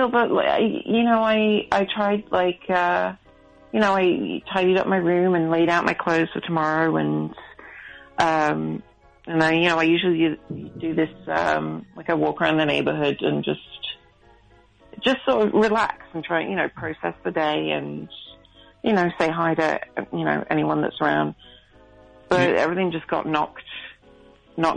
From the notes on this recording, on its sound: Completely unscreened phone calls moving at a rapid fire pace!